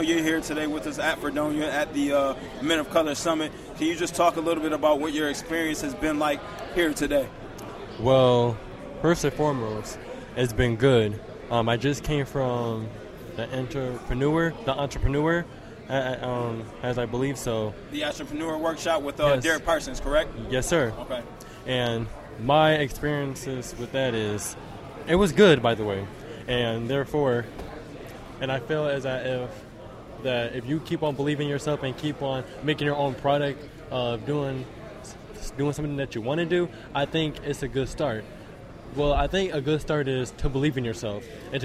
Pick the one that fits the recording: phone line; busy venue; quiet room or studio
busy venue